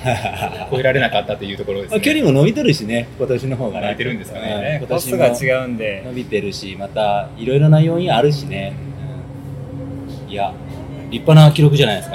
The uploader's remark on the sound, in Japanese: ラジオ練、今回はライブ感のある収録テストです。雑音バリバリ入ってます～。